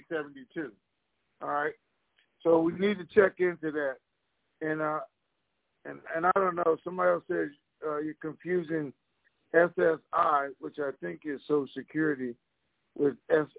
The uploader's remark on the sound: TNTSuperfantastic Conference Call